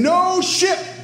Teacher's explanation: it is a bilabial plosive stop, not a linguodental stop